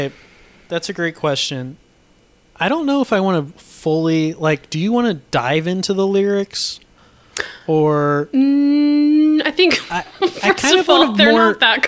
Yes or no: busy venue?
no